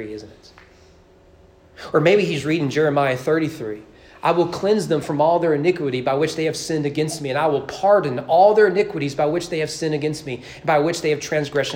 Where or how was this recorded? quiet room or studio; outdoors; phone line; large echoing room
large echoing room